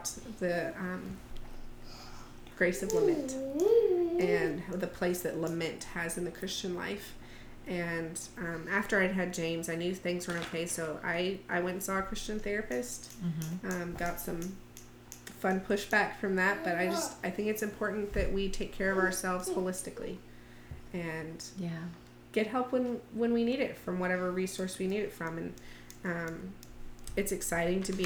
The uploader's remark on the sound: You will hear the sounds of these sweet little ones who joined us for the podcast.